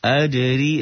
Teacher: Walam ad kolkola sugro. Adri rinya tipis tarkik